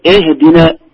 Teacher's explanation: نقول اهدنا تحقيق الكسرة غير اهدنا الكسرة هنا كأنها يعني ممالة يعني بين الكسرة والفتحة، فنقول اهدنا غير اهدنا.